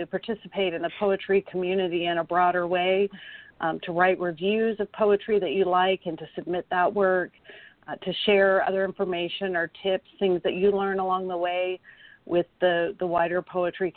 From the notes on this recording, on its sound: Special PSH Live event. A few of our top ten scoring poets were listening and called in to read their poems.